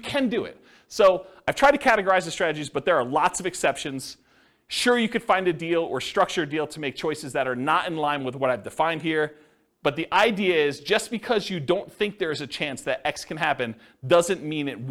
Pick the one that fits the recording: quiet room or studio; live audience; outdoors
live audience